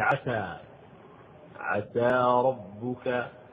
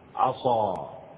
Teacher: لا بد من إظهار الانفتاح بالسين في عسى، عسى ربك، عسى أن يبعثك ربك مقاما محمودا، عسى، حتى تفرق بينه وبين عصا.